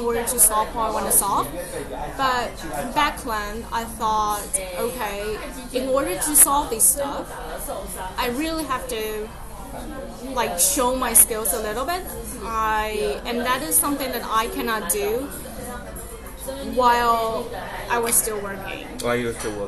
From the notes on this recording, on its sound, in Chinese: 這是一集極具挑戰性的一場錄音。它發生在早上九點的早午餐，它更發生在人聲鼎沸的餐廳之內；又再一次，我為錄音品質感到抱歉XD。錄音編輯後製：完全沒有。